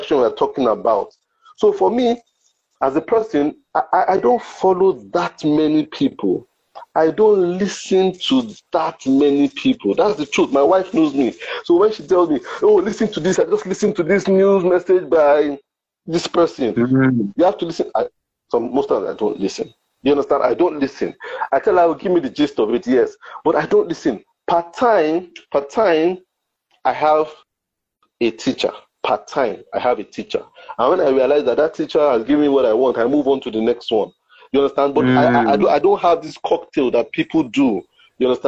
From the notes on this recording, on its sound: on Instagram Live for an enlightening conversation